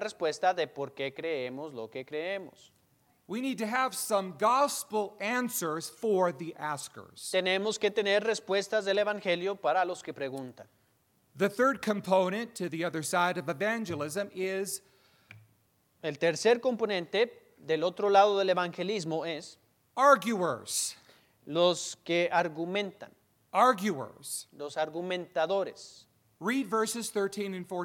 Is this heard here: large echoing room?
yes